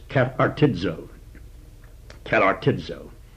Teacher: when you come upon the letter Z, it's pronounced as if it had a D with a Z. And you would pronounce this katartizo.